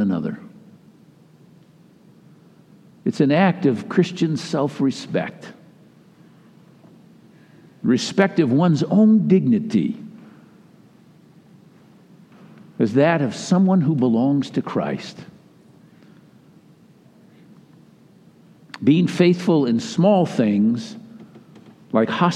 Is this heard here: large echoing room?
yes